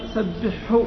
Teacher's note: الحاء وسط الحلق والهاء دونه في بداية الحلق مما يلي الصدر